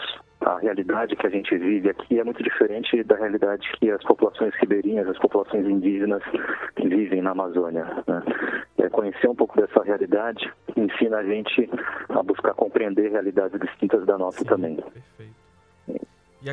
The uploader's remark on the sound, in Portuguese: entrevistamos, por telefone